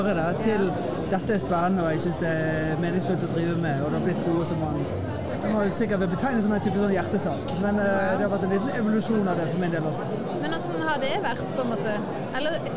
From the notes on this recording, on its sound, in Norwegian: Lederprat live fra HLT-standen på Led 24. Vi har en slags live-pod midt i folkehavet på Pinsebevegelsens lederkonferanse der vi slår av flere små prater med forskjellige ledere.